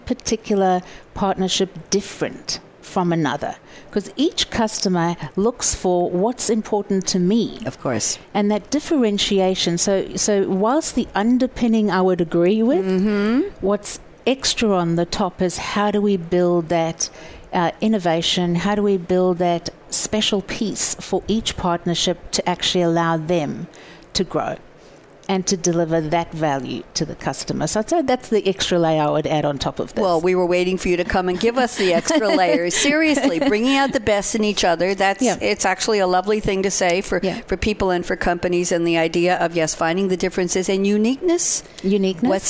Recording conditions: busy venue